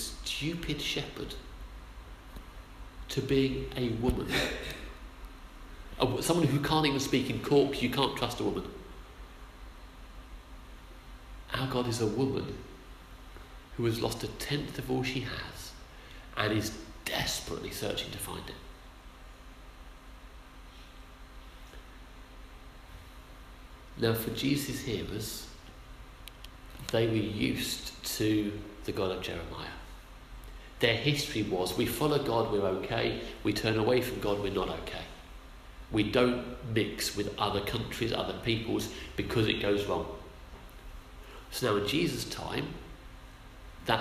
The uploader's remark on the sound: Our sermon from the 9am service